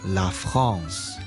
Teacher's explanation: A-N。在法文里面呢， A-N 摆埋一齐咧，佢就会组成一个我哋叫做鼻化嘅元音，即系有个鼻音喺入边嘅